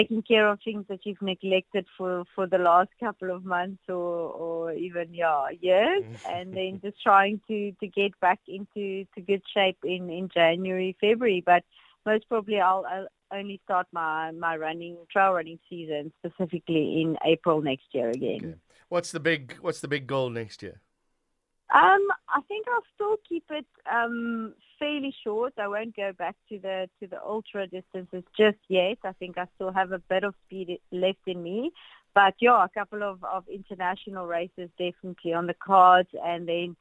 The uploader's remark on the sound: Guest on the line. A keynote speaker from Cape Town.